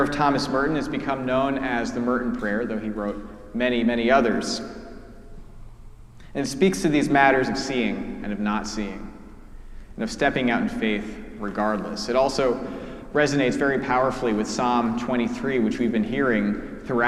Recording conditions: large echoing room